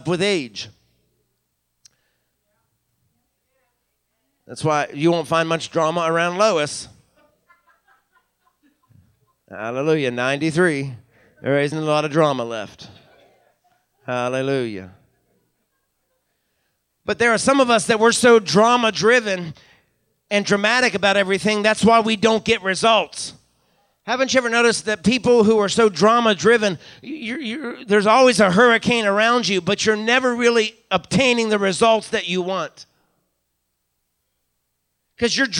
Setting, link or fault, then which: setting, live audience